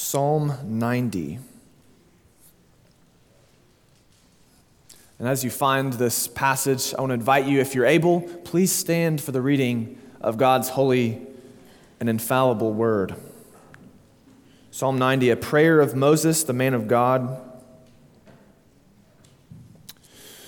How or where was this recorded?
large echoing room